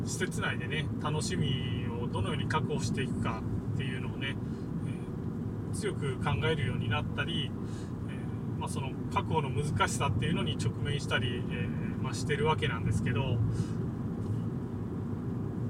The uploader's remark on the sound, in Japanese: 車を運転しながらのつぶやき